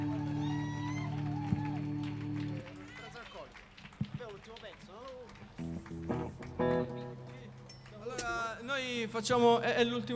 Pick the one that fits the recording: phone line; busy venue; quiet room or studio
busy venue